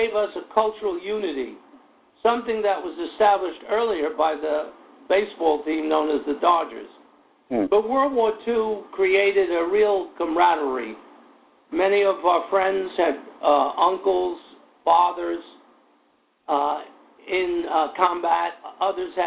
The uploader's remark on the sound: Will call into the show.